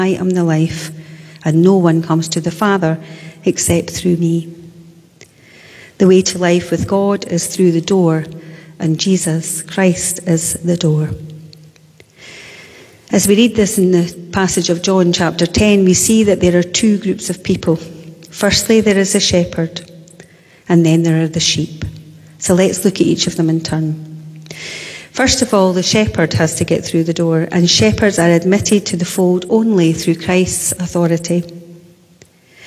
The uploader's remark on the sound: Sunday Worship: 20th March 2022 (Live from The Old Kirk). Our live stream of our service.